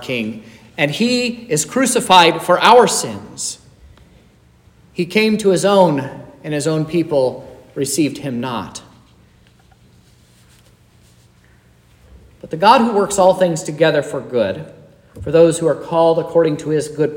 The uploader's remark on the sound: This is the sermon preached at Trinity Lutheran Church in Vallonia,